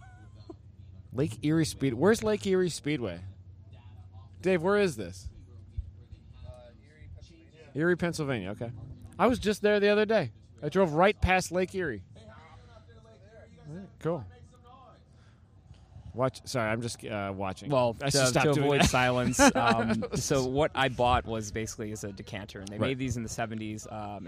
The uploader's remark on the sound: In the Paddock at West Michigan Honda Meet 21